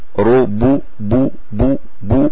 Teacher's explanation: البعض يقول ربوة ربو بو بو بو، علت الباء منه يعني ارتفع صوتها يعني فخمت يسيرا ربو ربو بو بو، فنسمعها بو لكن هي رب رب رب رب وليست ربو.